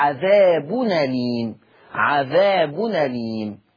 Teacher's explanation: هشيل الهمزة وهاخد الفتحة احطها على النون، فتبقى عذاب أليم، عذاب أليم.